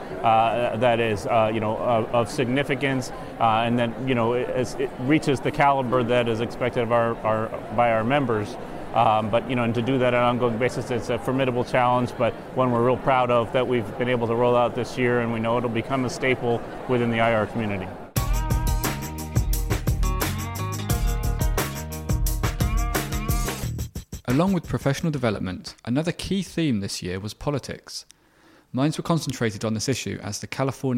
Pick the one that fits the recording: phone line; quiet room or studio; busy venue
busy venue